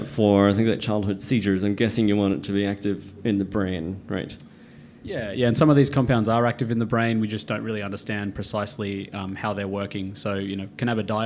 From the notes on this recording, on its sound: Live from the Django Bar. In Situ Science returned to the Django Bar to celebrate National Science Week and the Sydney Science Festival.